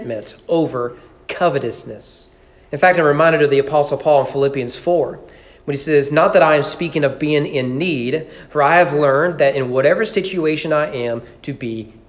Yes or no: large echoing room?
yes